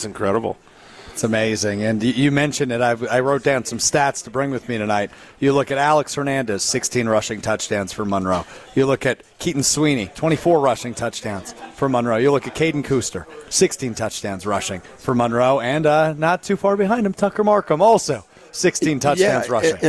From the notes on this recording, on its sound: LIVE from Ruth's Chris in Middleton